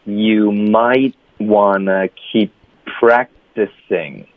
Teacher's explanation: might 这里呢是舌尖的停顿，keep 这里呢是嘴唇的停顿，practicing 这里呢是舌根的停顿